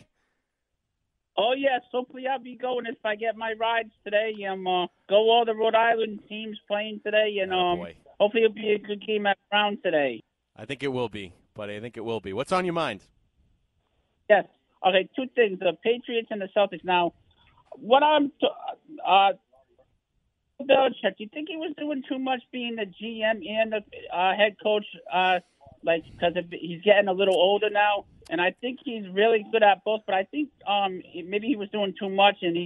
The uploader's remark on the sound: take your calls texts and tweets live on the air